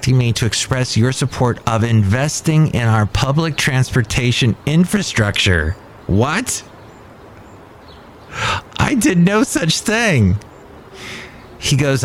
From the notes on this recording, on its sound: podcasts live from Cafe Anyway